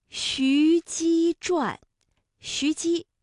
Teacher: 徐姬，一个西，一个姬，这都是舌面音连读